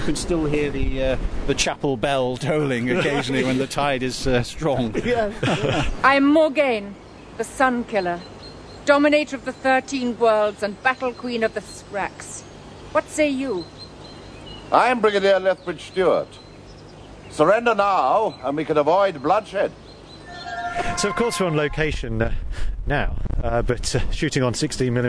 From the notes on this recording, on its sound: We're on foot and on location in Hambleton for a historical special!